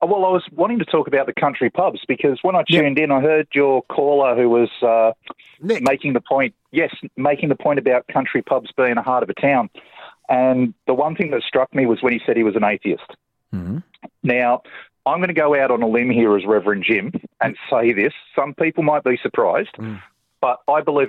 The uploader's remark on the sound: the good Reverend phone